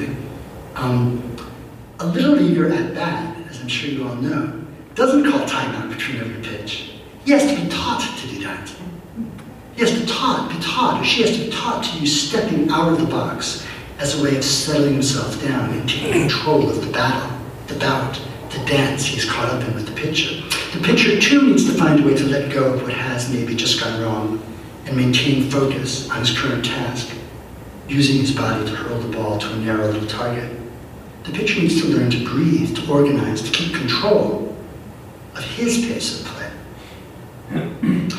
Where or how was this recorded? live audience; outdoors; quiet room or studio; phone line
live audience